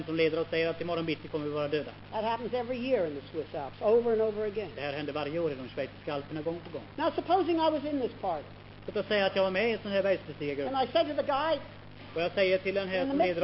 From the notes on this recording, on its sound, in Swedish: Inspelad i Akademiska f&#246;reningen i Lund 1973.